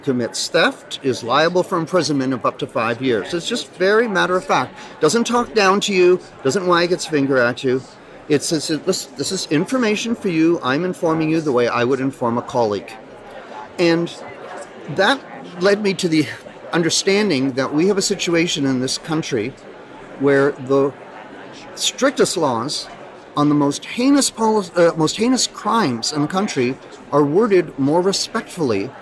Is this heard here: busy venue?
yes